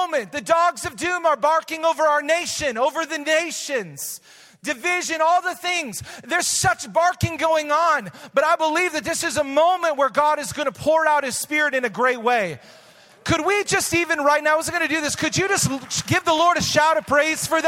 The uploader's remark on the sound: Recorded live at Hope Church in Springfield, Mo.